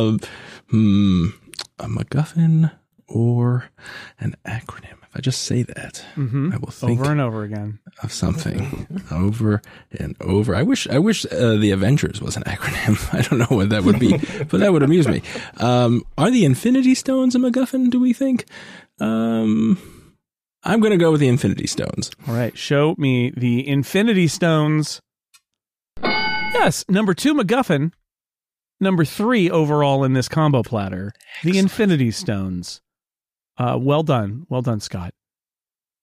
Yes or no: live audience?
no